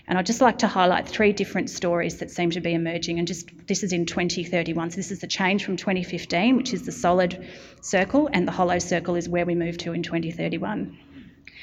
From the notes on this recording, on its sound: Event podcast: in this Policy Pitch event, a panel of transport and infrastructure experts explored.